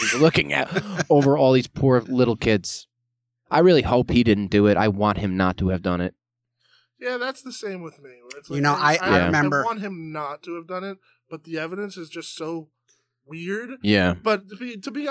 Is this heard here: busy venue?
no